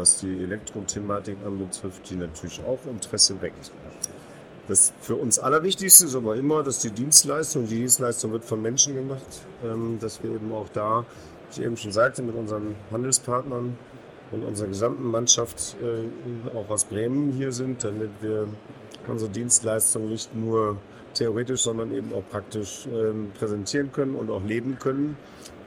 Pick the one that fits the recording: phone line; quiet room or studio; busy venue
busy venue